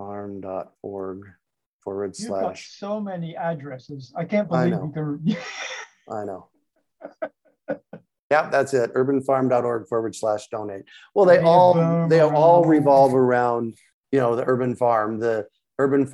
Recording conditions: video call